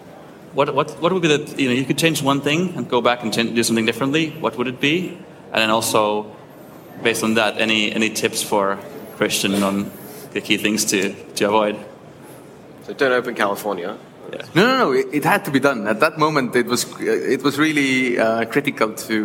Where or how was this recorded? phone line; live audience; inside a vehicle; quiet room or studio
live audience